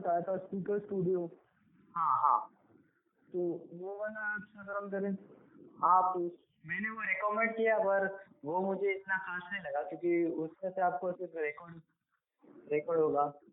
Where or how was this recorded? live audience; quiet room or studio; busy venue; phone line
phone line